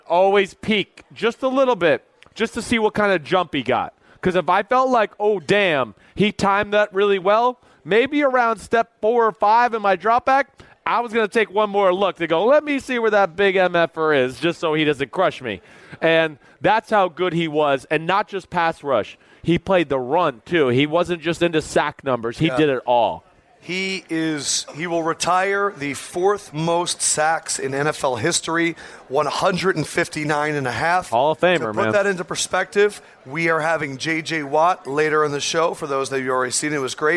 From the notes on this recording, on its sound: Super Bowl Live. It's the final day of our live shows from Dantanna's!